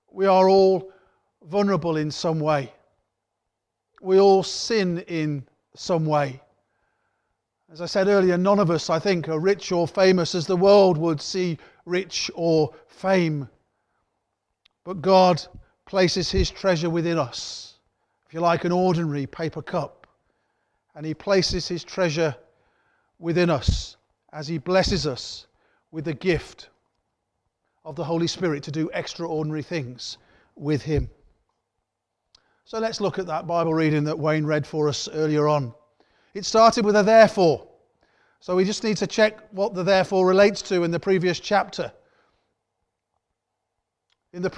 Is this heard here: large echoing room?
yes